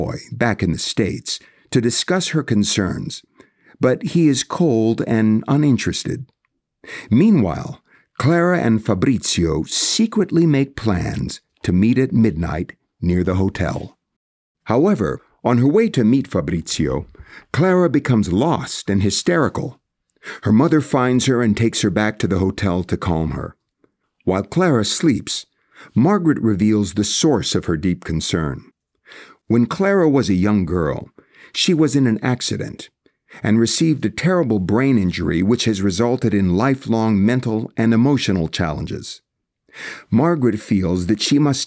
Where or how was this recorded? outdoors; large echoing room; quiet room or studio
quiet room or studio